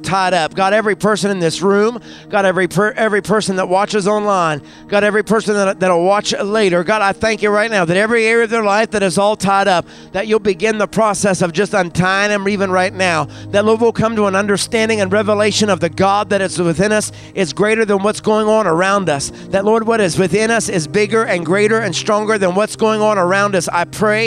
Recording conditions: large echoing room